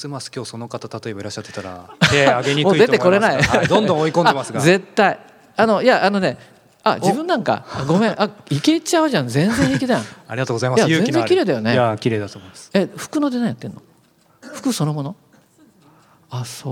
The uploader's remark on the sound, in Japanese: アップルストア銀座・公開収録。